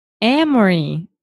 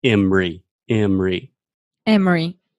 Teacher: If you're speaking fast, technically this has the schwa sound, schwa in the middle, so we say I Marie.